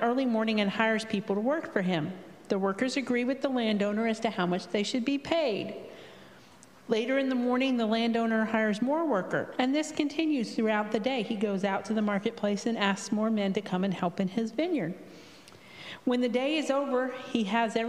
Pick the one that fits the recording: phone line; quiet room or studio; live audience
live audience